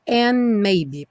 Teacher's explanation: Passa do N direto para o M, and maybe, porque o D do and não vai ser pronunciado.